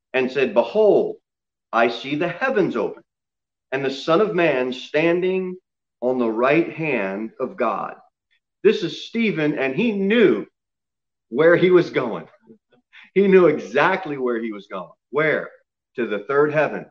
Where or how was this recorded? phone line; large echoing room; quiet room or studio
large echoing room